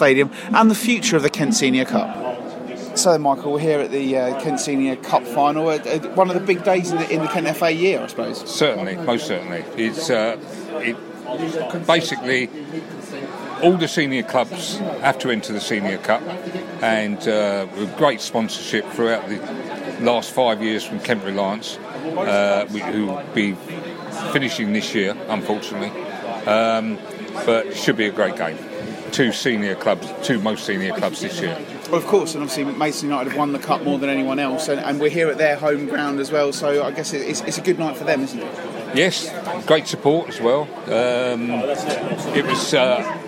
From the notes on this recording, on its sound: Record the show during a cup final, including a live penalty shoot-out. After Maidstone United's Kent Senior Cup win over Folkestone Invicta.